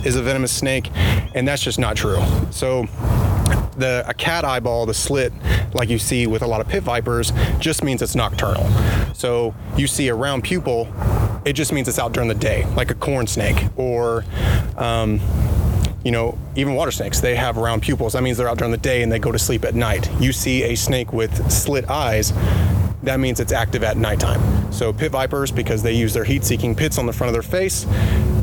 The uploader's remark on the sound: We walk down the Hunter Lake on Camp Robinson to look for Copperheads and Cotton Mouths. Recorded by Arkansas Army National Guard.